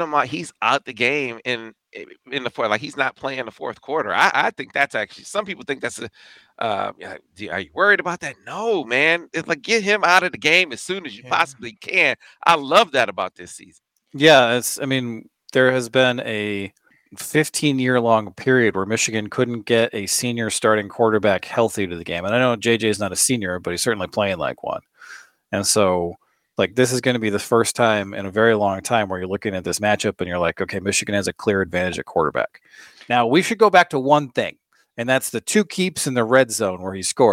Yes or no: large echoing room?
no